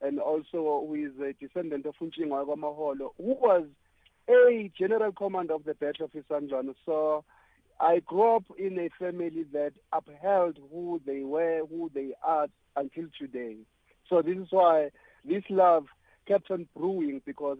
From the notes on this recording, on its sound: joined on the line